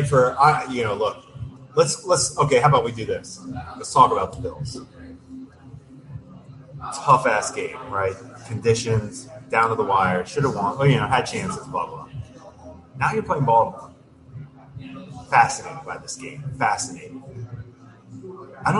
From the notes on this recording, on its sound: Live from Fattey Beer Company